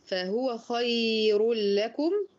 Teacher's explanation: اللين بتاع الياء دي ورخاوة الياء بتاعت خير، توسط اللام، لكم توسط الميم أيضا.